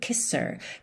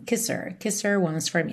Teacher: A segunda coisa importante aqui é esse kisser, kisser. Percebe que o H sumiu.